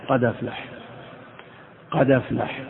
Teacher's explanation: تنقل حركة الهمزة إلى الدال